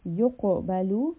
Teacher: So here we have the letter qaf. Qaf is heavy. We learned qaf also has a bouncing sound. That is a qalqala.